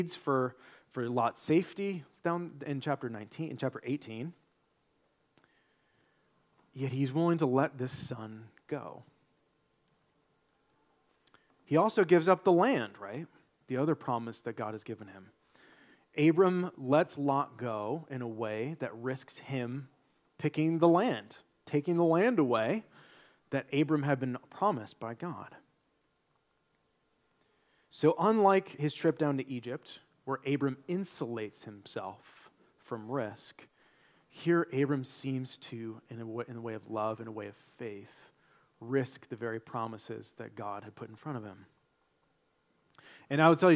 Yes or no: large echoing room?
yes